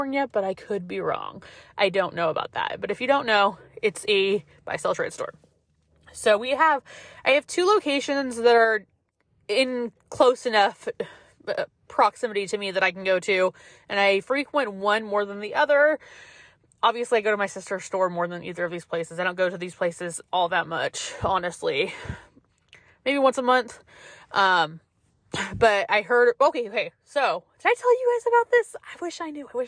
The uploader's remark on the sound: Guys sorry for the sound quality!! Recording in my car is seriously a no-no.